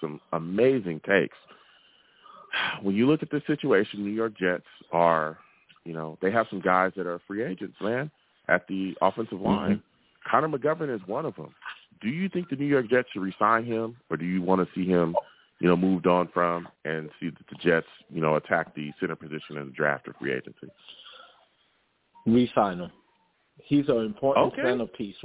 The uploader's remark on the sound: Live at 7pm eastern. I take live callers!